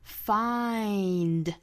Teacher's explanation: 双元音 I 的发音注意开口 a 到 e 的过渡